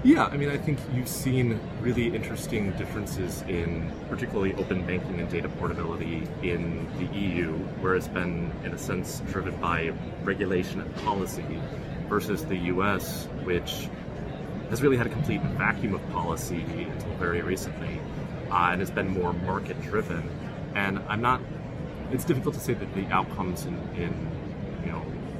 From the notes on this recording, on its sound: at the First physical Fintech event in Amerstdam Money2020